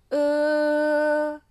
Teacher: 发这个音的时候，嘴巴不用张得很大，舌头微微向后